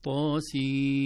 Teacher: عاصم وحفص قراءتنا ندغم النون في الميم يصبح عندنا سين ست حركات، والغنة بحركتين سيم ثم الميم ست